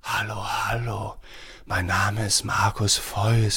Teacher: Und das führt dann dazu, dass sich die Stimme sehr überlüftet anhört. Wir haben wenig Spannung, die Artikulation hört sich etwas schlaff an, wir verschlucken Endsilben.